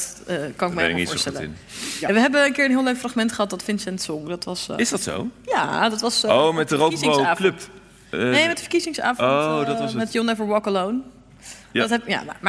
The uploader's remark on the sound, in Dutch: Woedend publiek loopt weg tijdens onstuimige ROPOPO live. Die live wordt opgenomen in Arminius.